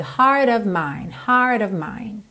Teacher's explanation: Percebe como isso vem tudo muito ligado, heart of mine, ok? In this heart of mine, você quase nem ouve esse of aí, tá? Of, com som de OV, tá?